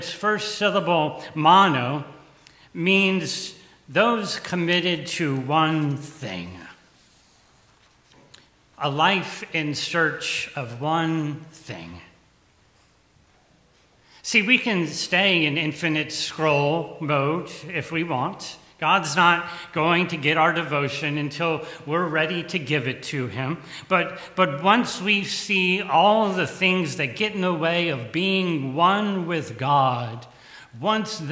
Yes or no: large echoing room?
yes